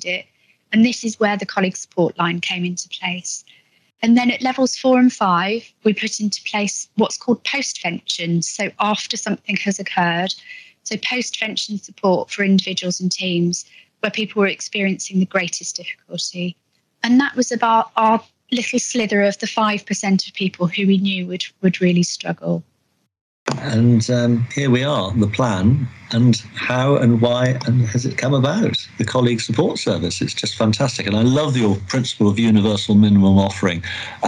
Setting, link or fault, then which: link, video call